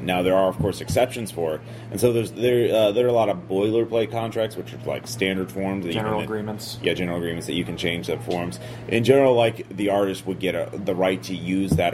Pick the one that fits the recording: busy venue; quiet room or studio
busy venue